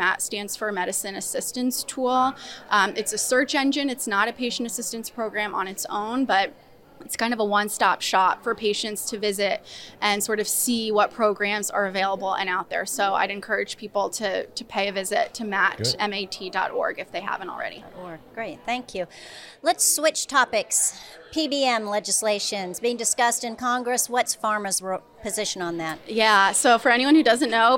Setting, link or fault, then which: setting, busy venue